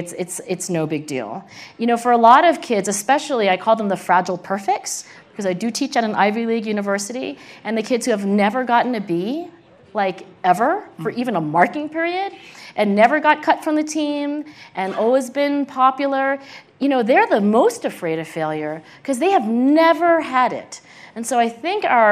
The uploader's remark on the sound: This conversation is from the 2018 Aspen Ideas Festival